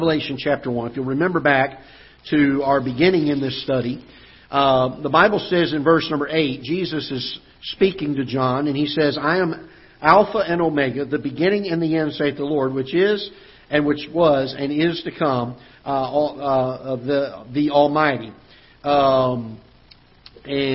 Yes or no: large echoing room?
yes